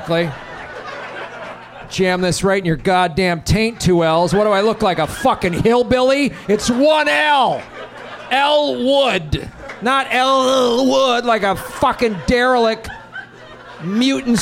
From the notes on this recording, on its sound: Live at the American Comedy Co. In San Diego.